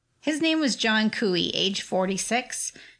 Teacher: She's got a little vocal fry going